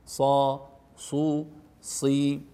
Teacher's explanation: الصاد ضعيفة، نعم، لأنها مكسورة فتضعف شيئا ما عن الصاد المفتوحة